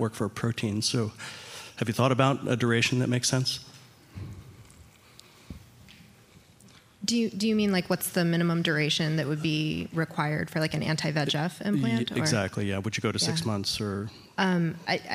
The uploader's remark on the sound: first recorded at the 2nd annual Drug Delivery West conference